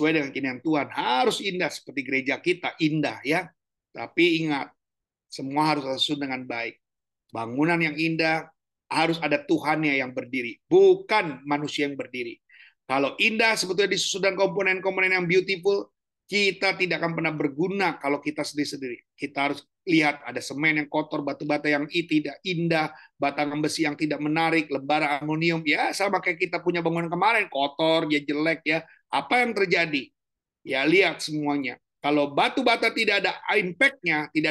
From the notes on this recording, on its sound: Audio Zoominar.